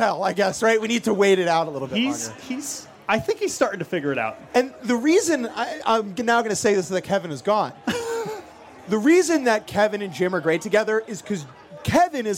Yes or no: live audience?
yes